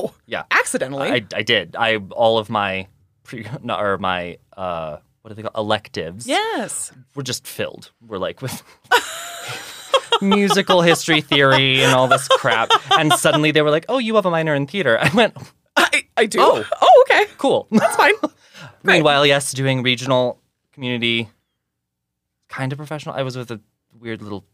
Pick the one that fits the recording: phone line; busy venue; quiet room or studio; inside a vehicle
quiet room or studio